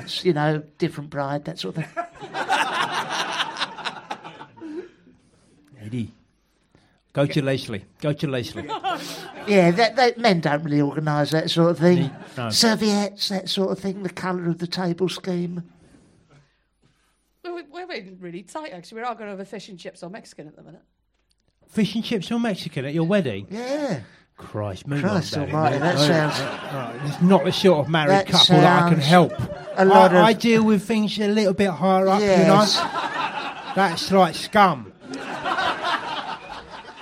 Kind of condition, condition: setting, live audience